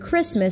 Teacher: It's a relaxed I, Chris, and then it's a schwa. Christmas. It's not the same sound.